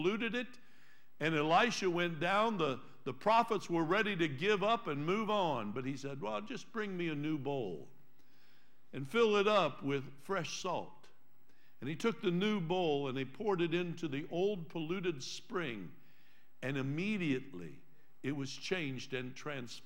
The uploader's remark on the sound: Trinity Church Live